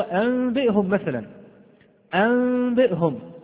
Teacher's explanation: هذه في كلمة واحدة، تقلب هذه النون إلى ميم، تقلب هذه النون إلى ماذا؟ إلى ميم، وهذه الميم يراعى فيها الغنة · Term: إقلاب